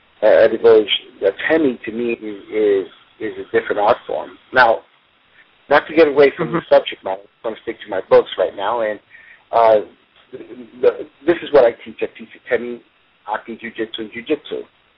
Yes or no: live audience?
no